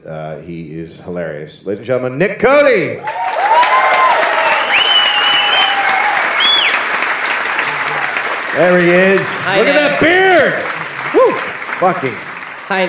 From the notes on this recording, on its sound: Live in Australia. Live from The Powerhouse Theater in Brisbane, Australia.